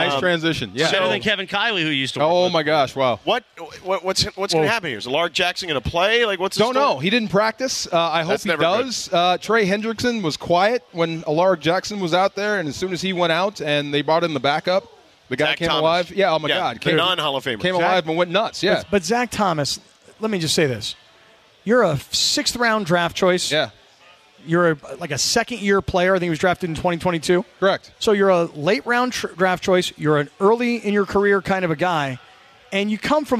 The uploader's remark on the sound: live from Yaamava' Resort and Casino